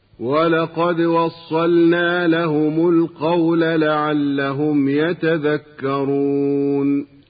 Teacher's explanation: أما كلمة وصلنا ففيها لام الفعل الساكنة وبعد اللام نون، ولقد أوضحنا قبلا أن لام الفعل الساكنة تظهر وجوبا قبل النون، وتجب العناية بإظهارها